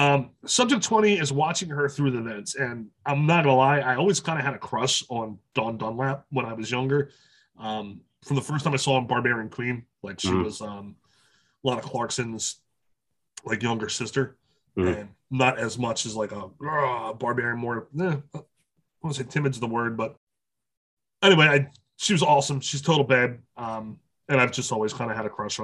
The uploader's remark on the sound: Also, Zoom is still a shit...